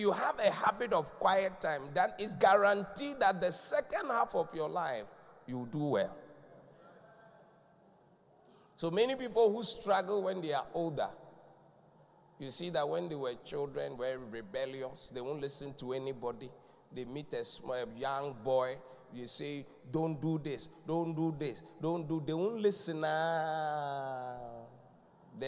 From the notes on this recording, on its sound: Preached at The Qodesh